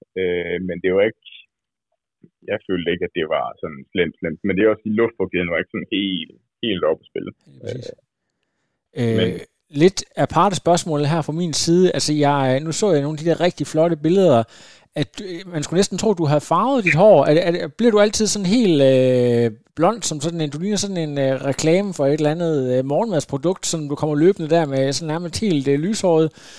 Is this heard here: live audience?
no